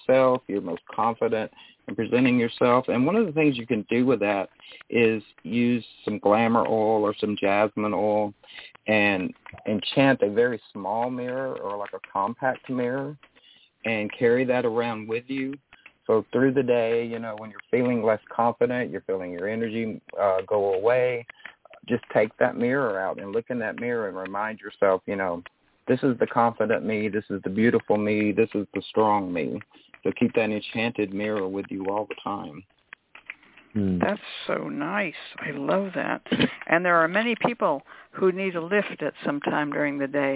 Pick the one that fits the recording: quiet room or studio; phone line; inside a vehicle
phone line